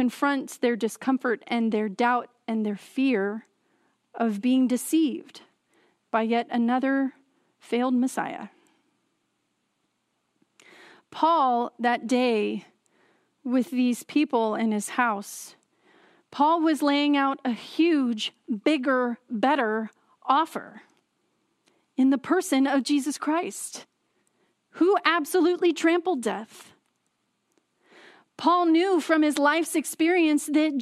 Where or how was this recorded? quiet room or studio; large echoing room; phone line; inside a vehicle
large echoing room